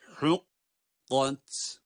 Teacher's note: Ha harfini kaf harfine bağladık. Ha ince kaf kalın